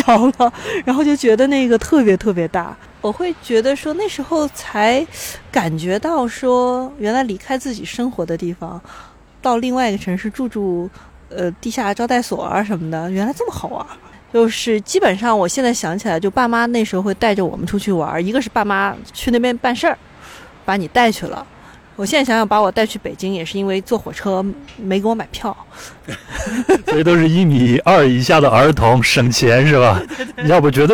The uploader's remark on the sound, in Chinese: 录制地点在北京房山区大石河畔，您能听到树上的蝉鸣、马路上的车声和不远处游泳的小孩子们的喧闹。